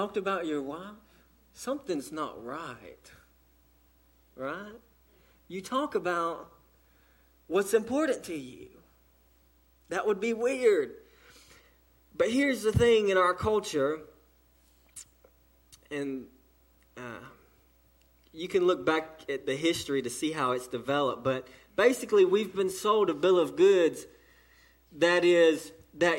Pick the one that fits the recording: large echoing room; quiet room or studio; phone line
large echoing room